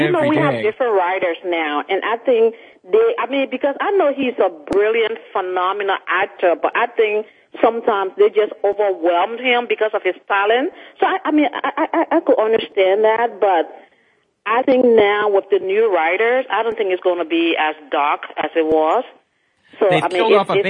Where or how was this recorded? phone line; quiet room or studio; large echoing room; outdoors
phone line